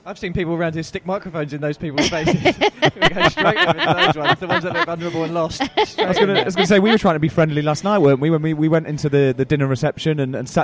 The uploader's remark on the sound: Live from IFC 2019